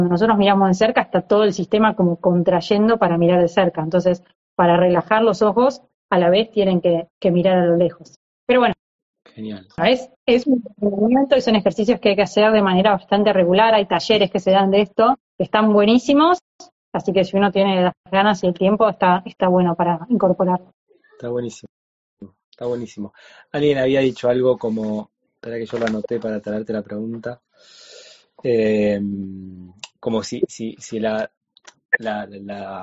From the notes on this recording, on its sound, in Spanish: Audio de la charla en vivo por Instagram